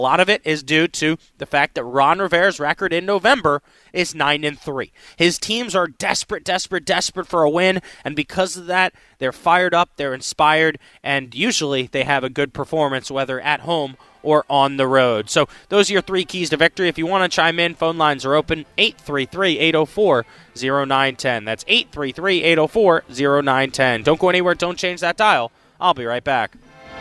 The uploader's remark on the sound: Coming at you live from River City Roll. He is trying his darndest at bowling during our commercial breaks, today!